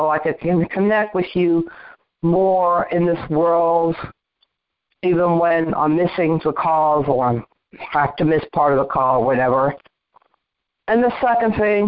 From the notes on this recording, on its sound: ACIM Daily TEXT Conference Call